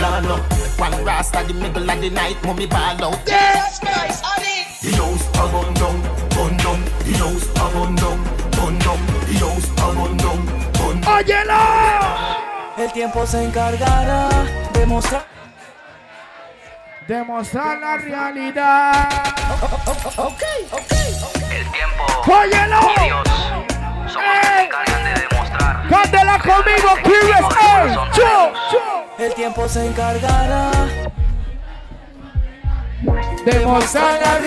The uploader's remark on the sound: LIVE AT SIQUIRRES - BAR GRAN PARQUEO